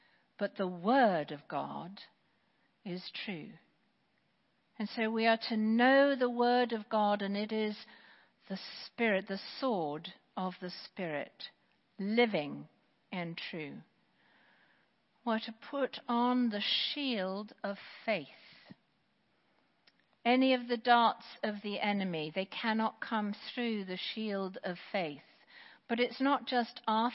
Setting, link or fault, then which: setting, large echoing room